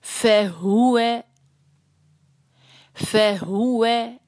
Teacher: वाव पे होंठों को गोल, ठीक है, जरा सी मेहनत के साथ